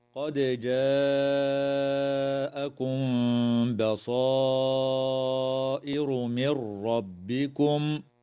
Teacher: وتمد الألف قبل الهمزة في قوله تعالى: جاءكم بصائر، بمقدار 4 أو 5 حركات من قبيل المد المتصل · تقلقل الدال من كلمة قد في الوصل والوقف